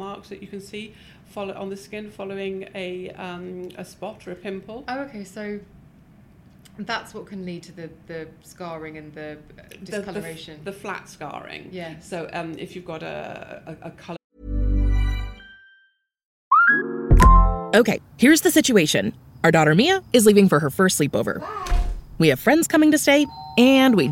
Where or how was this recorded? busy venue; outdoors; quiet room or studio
busy venue